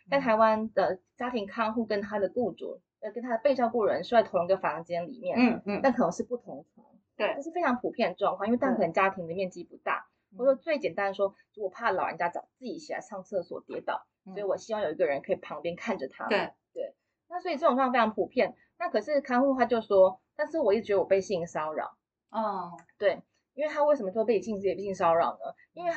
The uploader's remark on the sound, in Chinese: 內湖分館市民生活講座。本集錄音音質仍在持續調整中，如有瑕疵請大家多多包涵。